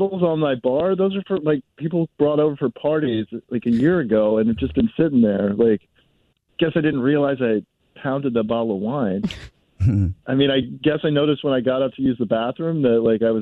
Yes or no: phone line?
yes